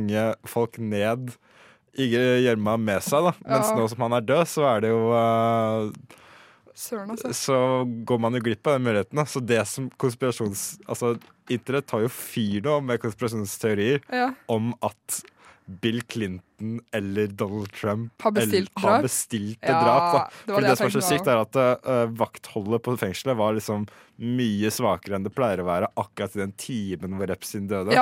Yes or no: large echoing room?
no